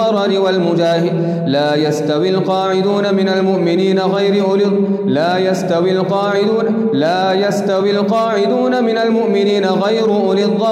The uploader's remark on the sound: Qiyaam Day 4 at the houghton Houghton masjid